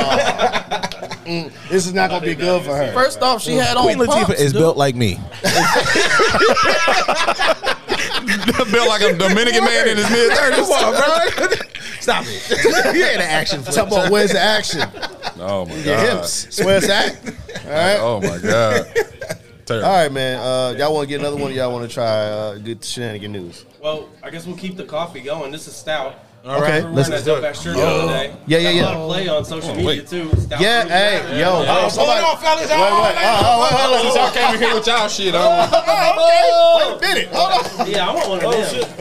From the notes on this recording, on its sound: On today's show, we live at Panther Creek Brew's.